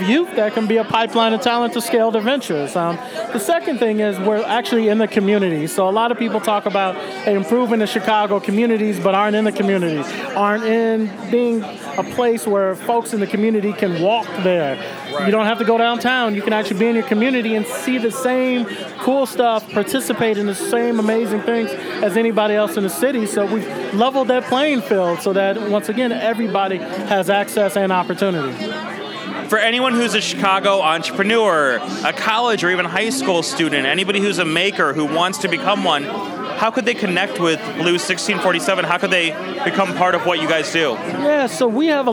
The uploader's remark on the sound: Recorded at SXSW 2016 on Monday, March 14th